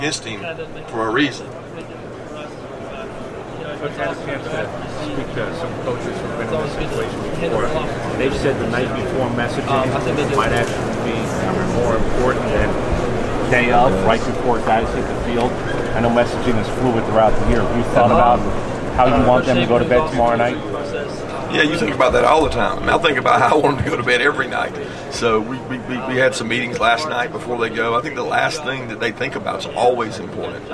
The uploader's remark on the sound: CFP National Championship Media Day Press Conference. College Football Playoff National Championship media day at Philips Arena in Atlanta, GA.